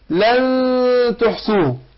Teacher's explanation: علم أن لن تحصوه، والنون برضو في لن ساكنة بعدها التاء نخفيها عند التاء